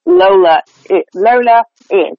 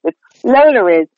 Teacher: It's Lola is, they'll put that R in there. That R, so sometimes you'll hear someone do a very light, unconscious, intrusive R. · Shown in: second take